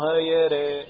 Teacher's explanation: فالإمالة التي تأتي بها إمالة كبرى وليست إمالة صغرى · Term: الإمالة الكبرى